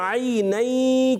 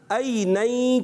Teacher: عین حلق کے درمیان والے حصے سے، اور حمزہ جو ہوتا ہے اگر عین صحیح ادا نہ ہوا تو یہ حمزہ سے بدل جاتا ہے · Shown in: first take · حمزہ جو ہے حلق کے نیچے والے حصے سے ادا ہوتا ہے.